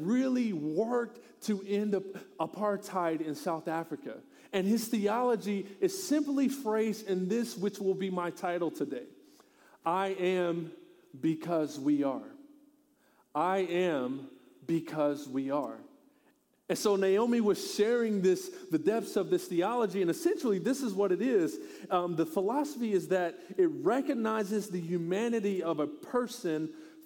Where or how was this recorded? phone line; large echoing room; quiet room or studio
large echoing room